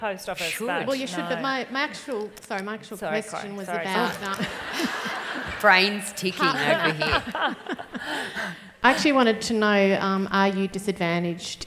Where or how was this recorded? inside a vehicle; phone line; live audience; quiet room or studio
live audience